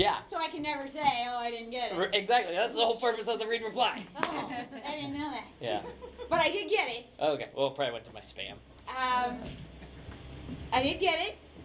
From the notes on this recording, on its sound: 2015 C-U Improv Festival (Live). We were excited to be part of the 7th Annual C-U Improv Festival presented by Zoo Improv at the SoDo Theatre in Champaign, IL - and we recorded the whole thing for you to enjoy!